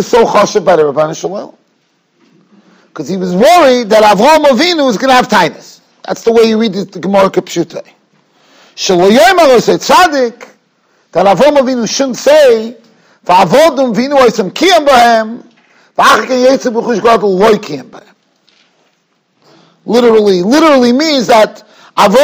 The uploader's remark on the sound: Shiur recorded in Yeshivas Ohr Reuven, Monsey, NY.